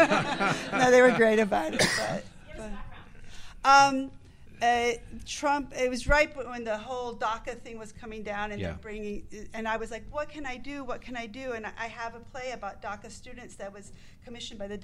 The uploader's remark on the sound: Offscript: Live! Live at the Lark.